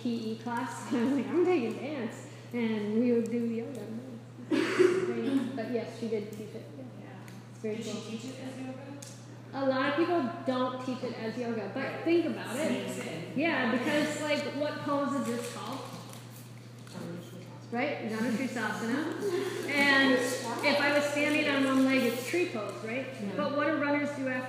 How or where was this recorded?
live audience